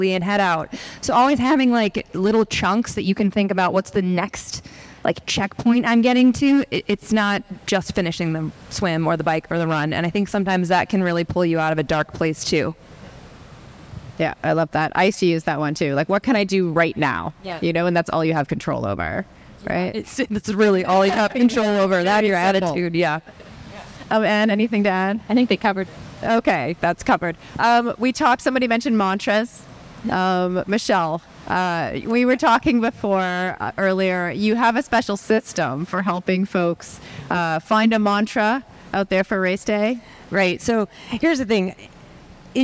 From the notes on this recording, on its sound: Live from the Vinfast IRONMAN World Championship. During a special educational session at the Vinfast IRONMAN World Championship, Feisty Media hosted a panel discussion on the main expo stage.